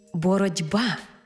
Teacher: дзвінкий приголосний «б» вплинув на попередній глухий «т» і зробив його дзвінким «д». Іншими словами, глухий «т» уподібнився під впливом дзвінкого «б» до «д». · Term: уподібнення